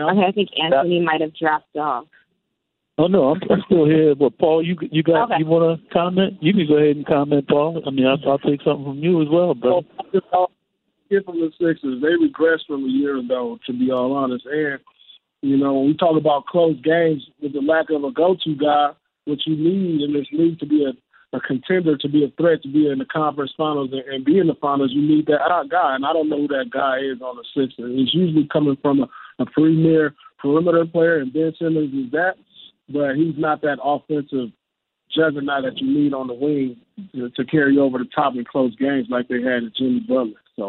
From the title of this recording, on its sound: NBA Conference Call